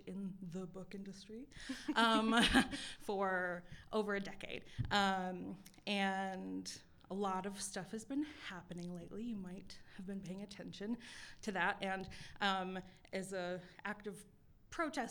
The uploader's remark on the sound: LIVE AT TREEFORT MUSIC FEST 2023. Live from Podfort at Treefort Music Fest 2023.